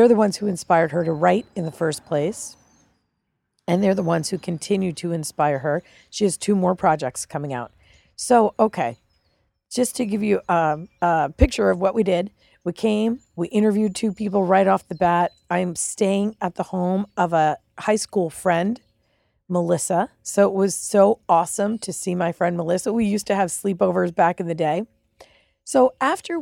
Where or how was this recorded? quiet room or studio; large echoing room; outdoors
outdoors